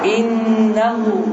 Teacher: əgər nun hərfində şəddə olarsa bax innahu bu zaman bu hərif 2 hərəkə miqdarında uzanacaq